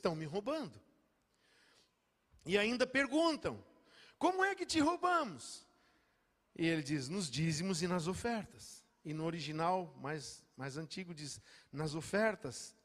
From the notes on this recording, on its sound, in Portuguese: Dia 19/11/2022 na Igreja ABA Bumenau (Transmitido ao vivo).